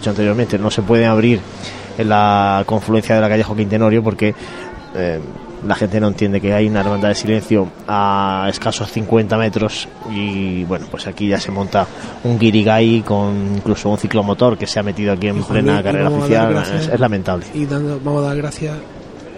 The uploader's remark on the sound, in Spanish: Conectamos en directo con la Plaza de las batallas, por donde transcurre la cruz de guía. Emitimos los "sonidos del silencio".